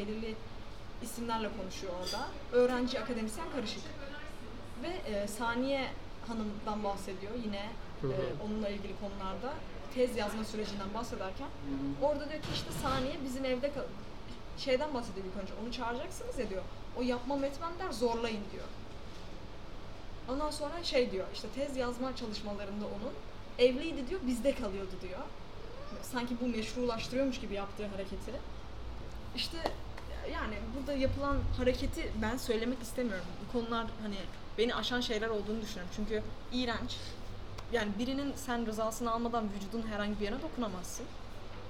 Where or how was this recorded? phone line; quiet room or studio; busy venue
busy venue